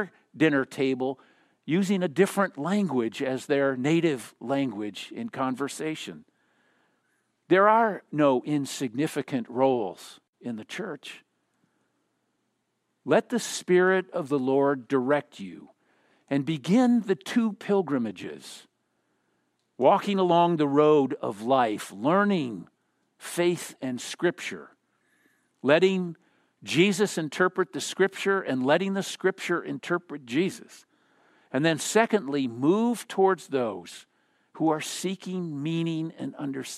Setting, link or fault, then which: setting, large echoing room